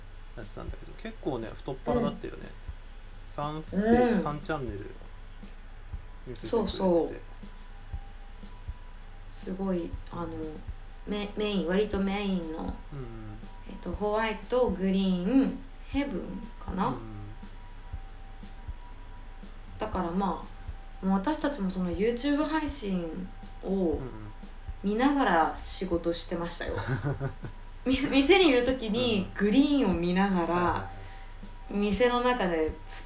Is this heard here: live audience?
no